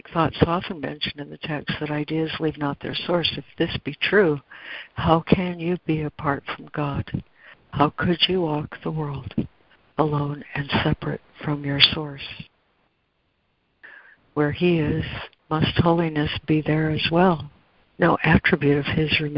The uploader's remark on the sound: ACIM Daily Conference Call.